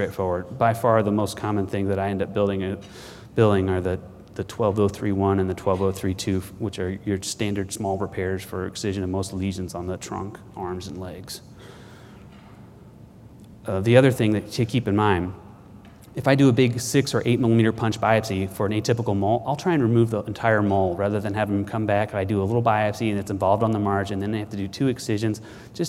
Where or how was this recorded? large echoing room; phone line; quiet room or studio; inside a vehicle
large echoing room